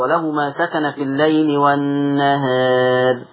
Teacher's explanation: خلي بالك لما تقللي الألف الراء هترقق